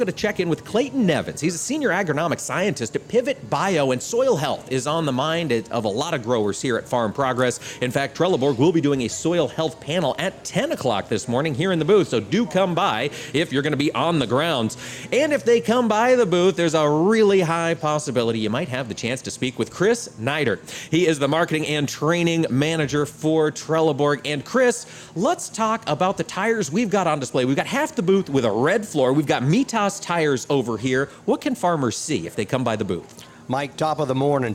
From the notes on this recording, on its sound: On location from the Farm Progress Show in Boone, Iowa for day 2. Broadcasted from the Trelleborg booth.